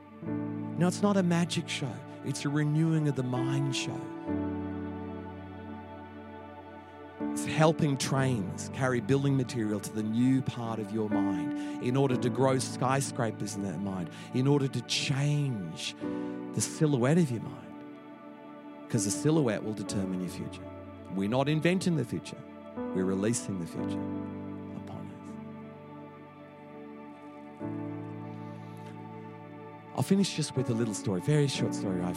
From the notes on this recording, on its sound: Echo Church Melbourne